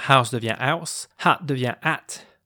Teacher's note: Il y a aussi autre chose qu'on retrouve dans le Cockney, c'est l'omission du H.